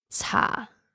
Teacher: 茶 is using the lowest tone